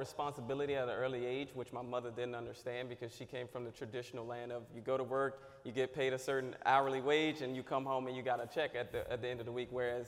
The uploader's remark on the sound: Live on location in Houston, TX at second annual Truck N' Hustle FreightFest. Audio/Video Captured at the Event by Encore.